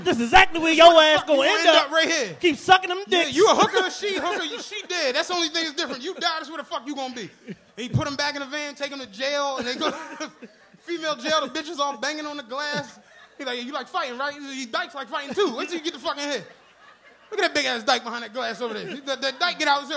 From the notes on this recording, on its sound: returned to the venue of their first live show Punchline Philly to celebrate with some members of #TRPENATION!